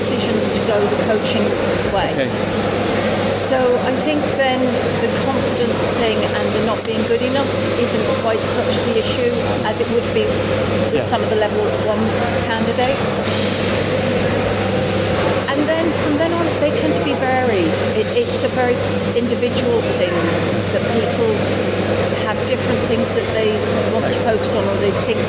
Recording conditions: busy venue